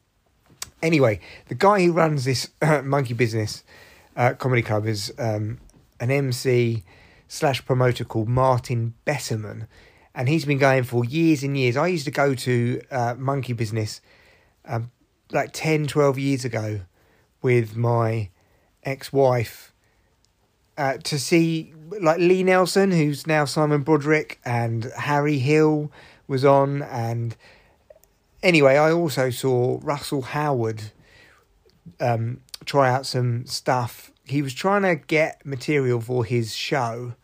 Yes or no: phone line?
no